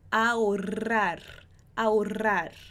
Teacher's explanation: esse R duplo vai vibrar e o R no final da palavra também vai vibrar